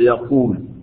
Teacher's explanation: المرتبة الثالثة المضموم، مثل يقول، القاف في كلمة يقول، أقل مرتبة